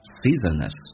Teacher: season 跟 s 有一个连音叫 seasonness，而且用降调读在连音的部分 seasonness